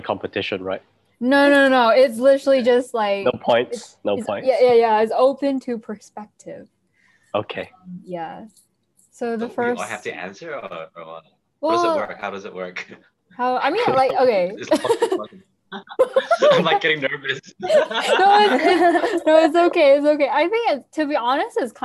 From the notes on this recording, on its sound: we take this week's episode onto Zoom